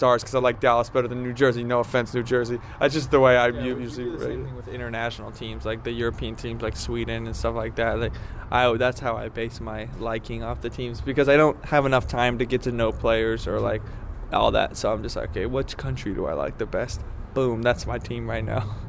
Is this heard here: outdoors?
yes